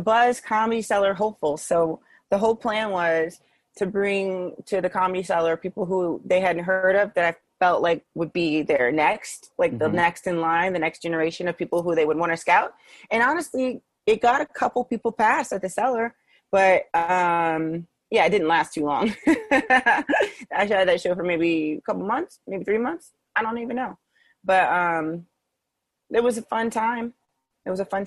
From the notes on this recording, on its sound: Spoke with me over Zoom.